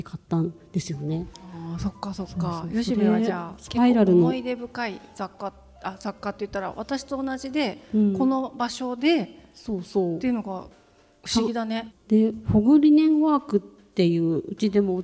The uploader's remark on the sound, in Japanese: 本日は公開収録イベントの模様をお届け。20代思い出の地、青山で。